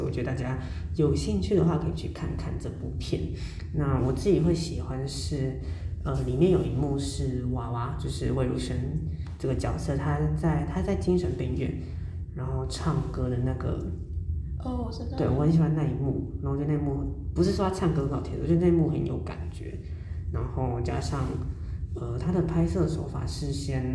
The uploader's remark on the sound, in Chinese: 回音較大，請見諒